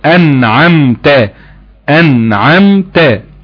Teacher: ان فيها غنة لكن مفيش زيادة في الغنة · Term: النون المظهرة